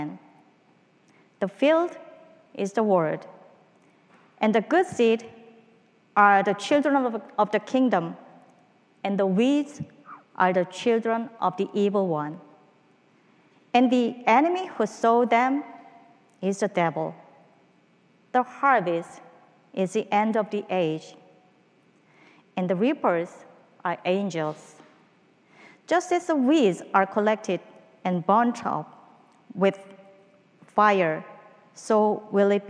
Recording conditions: large echoing room